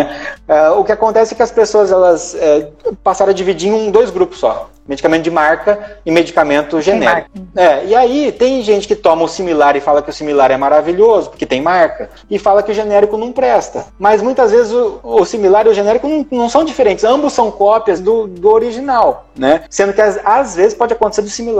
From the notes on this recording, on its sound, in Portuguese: Este episódio e a extração do áudio da live. No projeto Neuro a/Live.